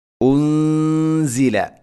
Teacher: നൂണിനെ അവ്യക്തമാക്കി മണിക്കണം, ഇഖ്ഫാം ബിഗുന്ന. ഉൻസില ബിമ ഉൻസില ഇലൈക വമ ഉൻസില, ഇവിടെയും അതേപോലെ തന്നെ മദ് മുൻഫസിലാണ്.